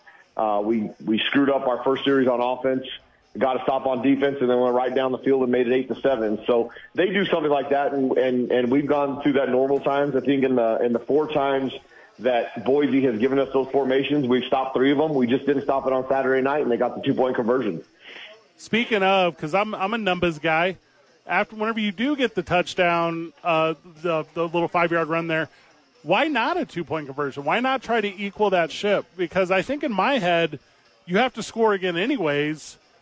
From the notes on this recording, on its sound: live from ABQ AXE